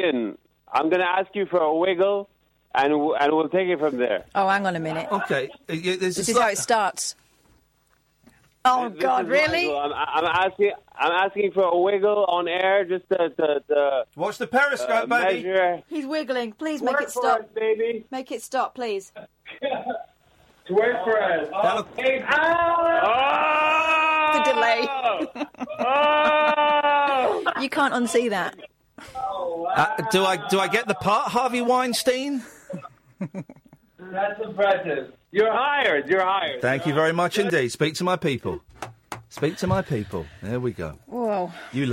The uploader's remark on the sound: Straight to Air all night. On the phone.